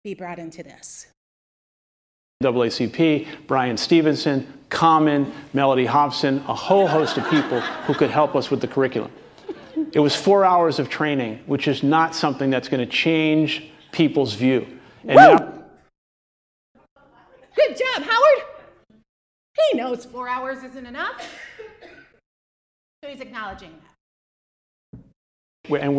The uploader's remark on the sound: Live in Omaha. As the keynote presentation for Human Resources Association of the Midlands Diversity & Inclusion luncheon.